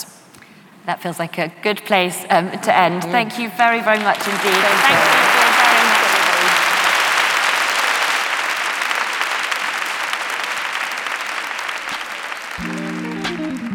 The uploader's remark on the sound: In front of a live audience in London.